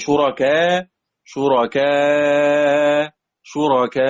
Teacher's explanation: ننطق الألفين إما بقصر وإما توسط وإما بإشباع، يعني شركاء شركاء شركاء، اثنين أربع أو ست حركات.